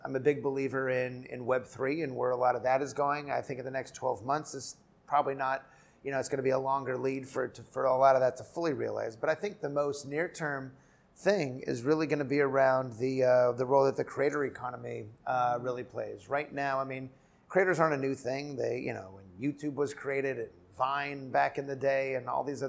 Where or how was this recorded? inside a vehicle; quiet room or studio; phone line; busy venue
busy venue